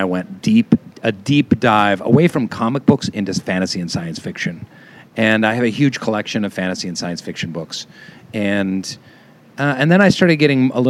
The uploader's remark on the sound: This week’s show features more interviews from the Los Angeles Times Festival of Books.